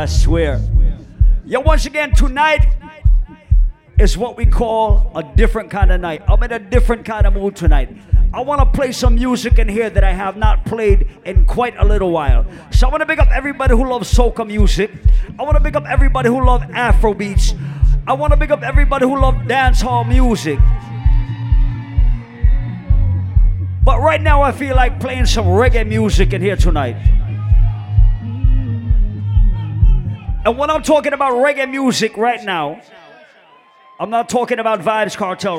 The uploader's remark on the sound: Live audio recording of my set at island saturdays on oct 23rd